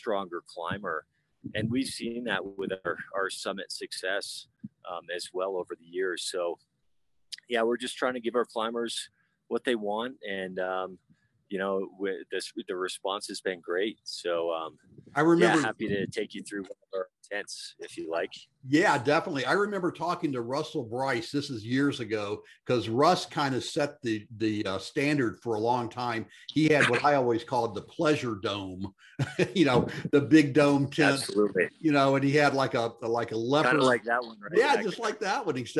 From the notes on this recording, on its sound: live at EBC